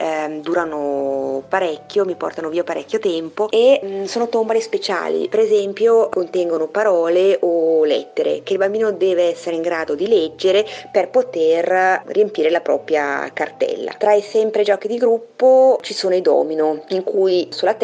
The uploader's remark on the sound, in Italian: Chiacchiere al telefono